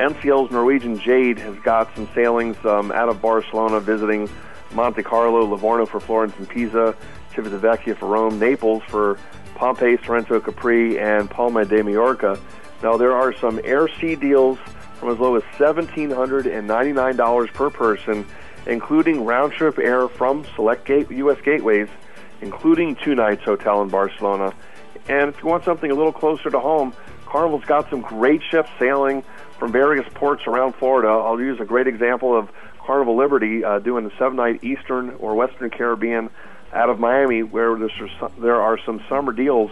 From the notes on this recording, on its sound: joins us on the phone from Martha's Vineyard, Mass.